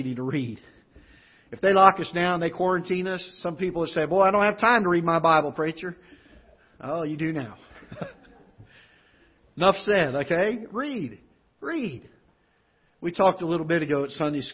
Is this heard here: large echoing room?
yes